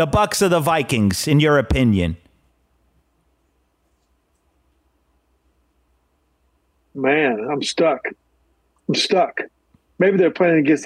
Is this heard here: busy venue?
no